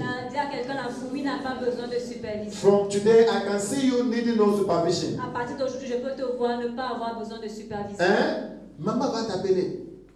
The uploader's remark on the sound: Preached during Joyful Hour Sunday Service Rabat I